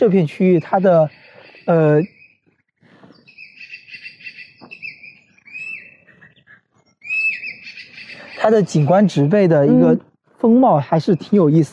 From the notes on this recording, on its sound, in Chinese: 本期节目的录制是在植物园中边行走边进行录制的，也许会有一定的杂音